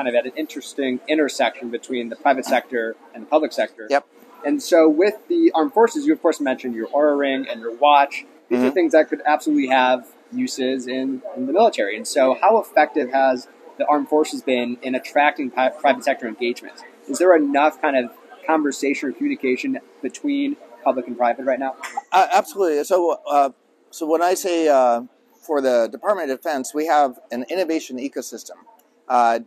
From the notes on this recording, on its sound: Live from RNDF22.